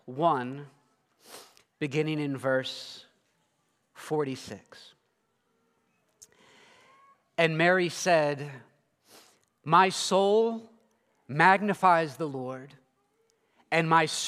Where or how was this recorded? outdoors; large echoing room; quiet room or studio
large echoing room